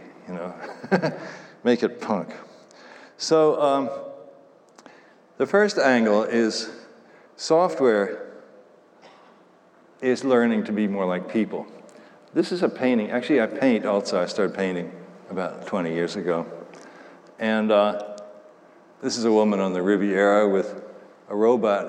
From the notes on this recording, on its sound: Talk at the IOHK Summit conference in Miami Beach.